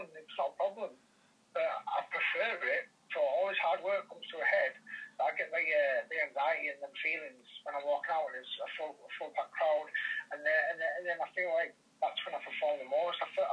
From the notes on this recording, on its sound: via phone call